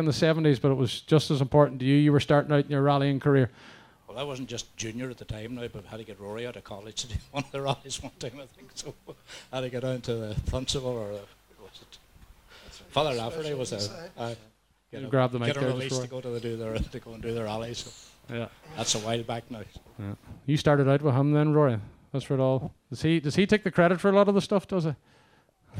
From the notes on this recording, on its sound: Live from St Eunan's GAA club, organised by Ronhill Rallying in aid of the Letterkenny Community Creche.